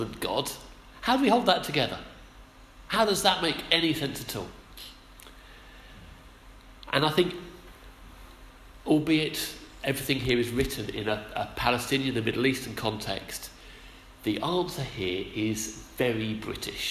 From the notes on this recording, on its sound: Our sermon from the 9am service